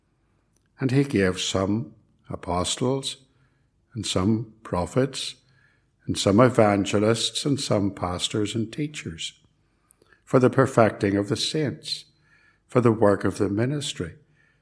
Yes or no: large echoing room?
yes